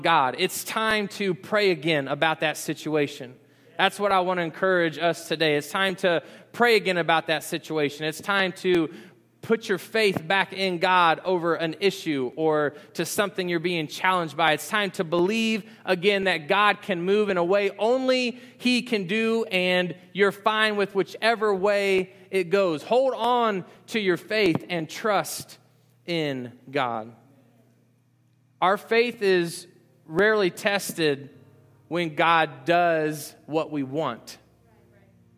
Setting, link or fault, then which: setting, large echoing room